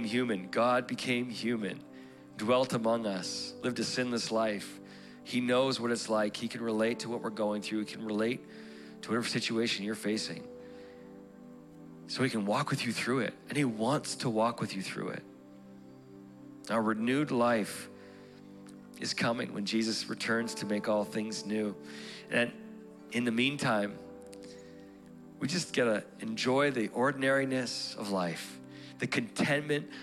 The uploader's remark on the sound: Broadcasted live from The Father's House, Calgary, Alberta.